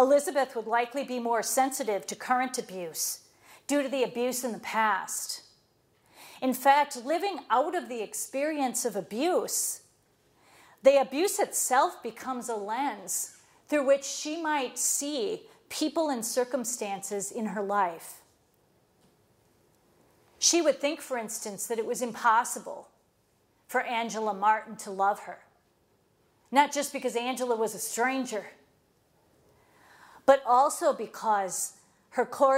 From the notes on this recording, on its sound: Lectures at Moreau Seminary, Notre Dame, IN, on September 22, 2016.